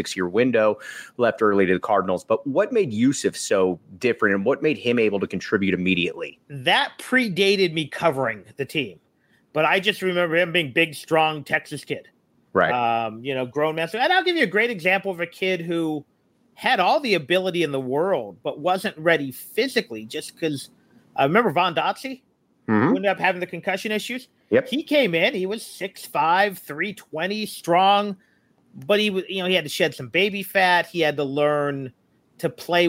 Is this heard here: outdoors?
no